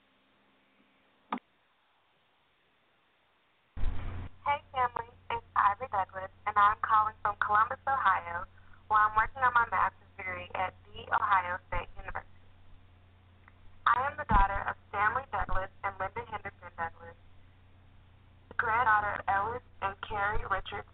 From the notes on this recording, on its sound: THIS OLDER SHOW HAD THE MOST FAMILY ON THE PHONE LINE WITH OVER 6 GUEST AND LOTS OF DIALOGUE.